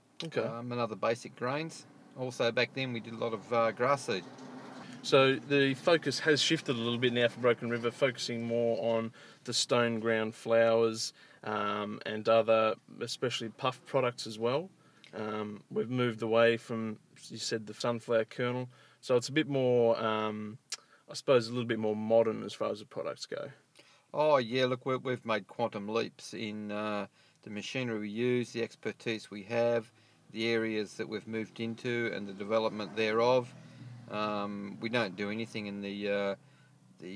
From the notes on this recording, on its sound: Irecorded this interview while we sat in my car using nothing but a lapelmicrophone plugged into my iPhone!